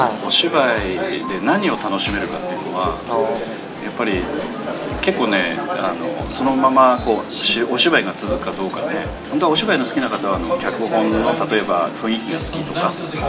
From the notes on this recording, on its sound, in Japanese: 今回も東京の某所で収録しております。都内の某喫茶店での収録ですので、音声につきましては、雑音、多少お許しいただければと思います。